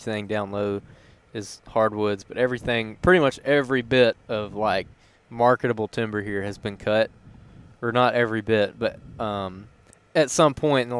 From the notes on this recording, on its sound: On the way in to an afternoon deer hunt on some Alabama public land